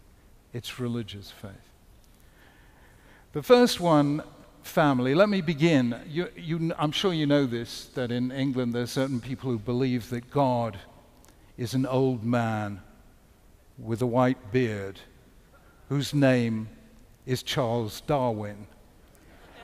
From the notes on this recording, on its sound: Keynote lecture. The lecture was hosted by The Chautauqua Institution, an arts and cultural lifelong learning community on the shores of Lake Chautauqua in Western New York.